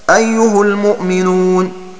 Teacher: وقرأ ابن عامر بضم الهاء وصلا في المواضع الثلاثة اتباعا لضم الياء قبلها